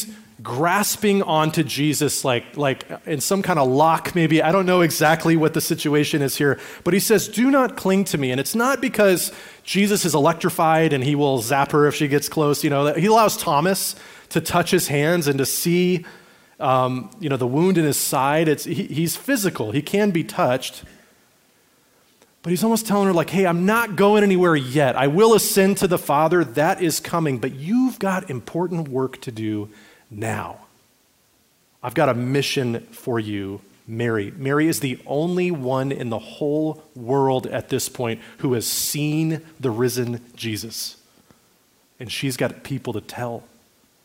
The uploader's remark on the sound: Recorded at Liferoads Church in Spokane, Washington, on Easter Sunday, April 9, 2023.